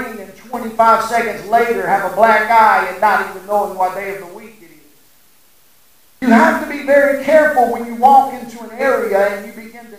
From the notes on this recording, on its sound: Please excuse the audio issues at the first part